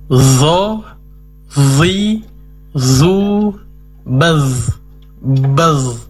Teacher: Jadi untuk zo juga memiliki sifat isti'la, terangkatnya pangkal lidah.